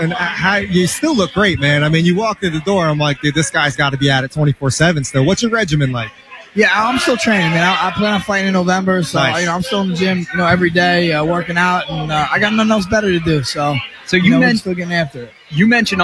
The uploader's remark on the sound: LIVE from the 1st Annual Todd Frazier Pong Tournament.